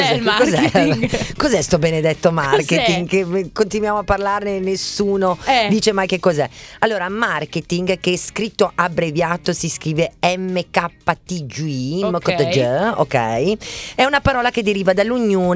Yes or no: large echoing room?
no